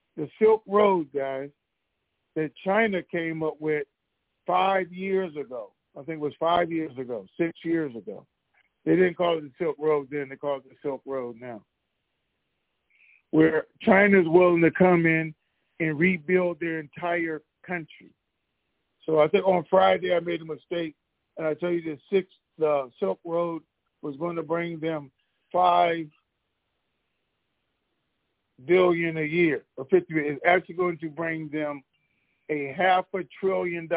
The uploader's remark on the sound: TNTSuperfantastic Conference Call